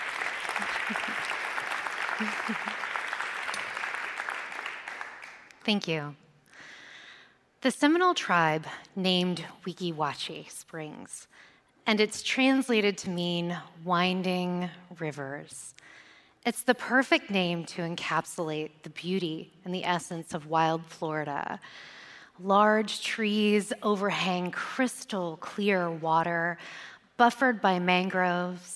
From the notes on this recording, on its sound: The fourth episode of Untold Stories was recorded live on stage at the Florida Theater in downtown Jacksonville.